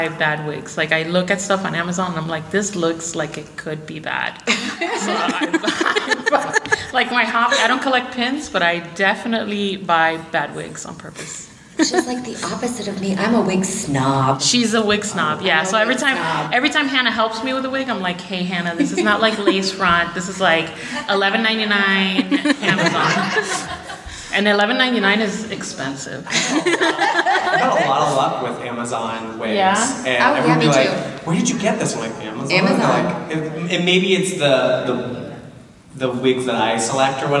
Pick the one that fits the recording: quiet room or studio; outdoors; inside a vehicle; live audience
live audience